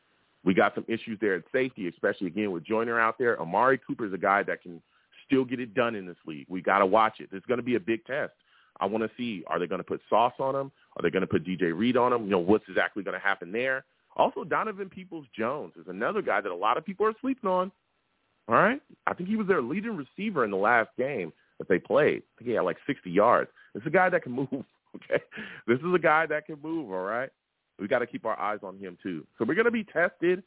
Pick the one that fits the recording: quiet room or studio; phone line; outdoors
phone line